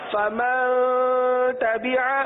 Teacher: اخفا یعنی گنہ کریں گے گنہ کی مقدار ایک الف کے برابر ہے